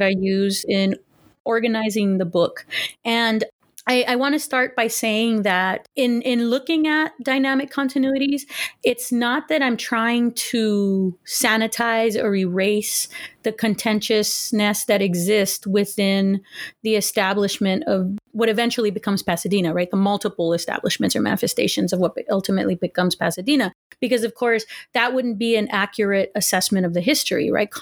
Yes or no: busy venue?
no